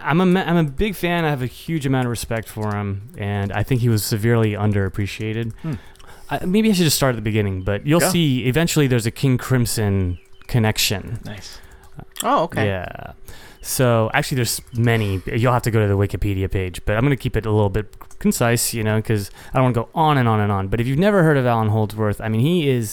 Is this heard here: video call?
no